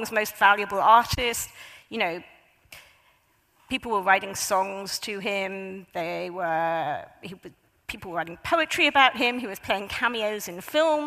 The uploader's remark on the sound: A highlight of the 2023 Auckland Writers Festival.